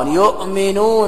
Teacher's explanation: ننظر إلى الحرف المحرك، إلى حركة الحرف قبلها، فإن كان فتحة أبدلنا الهمزة ألفا، وإن كان ضمة أبدلنا الهمزة واو. يؤمنون يؤ همزة ساكنة أبدلت إلى واو · Term: إبدال